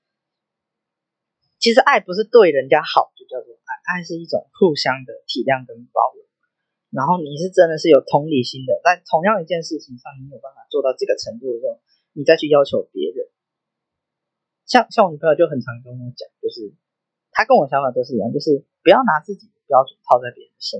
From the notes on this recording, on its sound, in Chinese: 我還在學習要怎麼剪輯跟降噪和錄音，第二支一定會好很多。另外因為我講話有一點慢所以有調整速度。